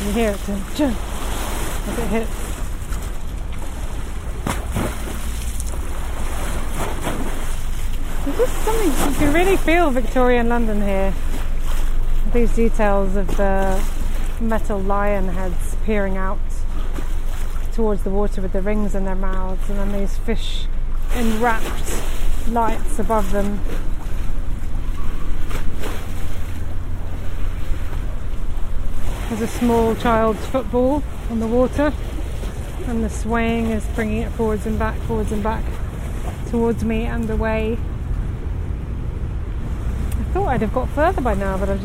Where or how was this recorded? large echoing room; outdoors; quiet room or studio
outdoors